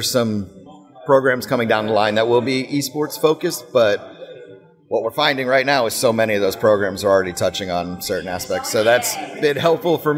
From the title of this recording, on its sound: Live From EsportsNext